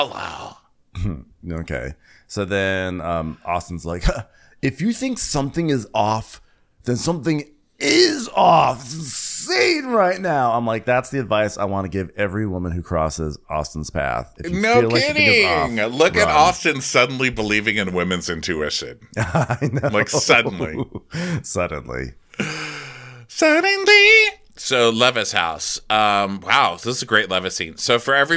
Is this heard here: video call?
no